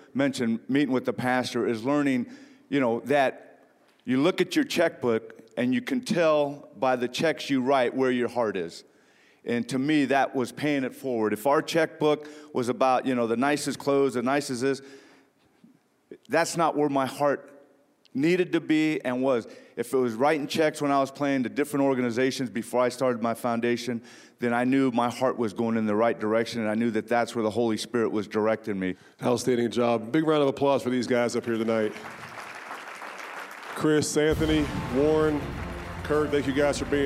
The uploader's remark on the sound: Recorded at the NFL Walter Payton Man of the Year Reception during Super Bowl LII in Minneapolis